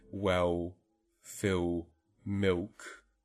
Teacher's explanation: post-vocalic L's are made without tongue tip raising, and even in the case of a Cockney speaker with lip corner advancement